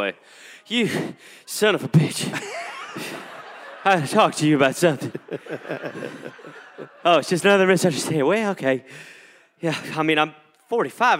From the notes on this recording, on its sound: Recorded live in Louisville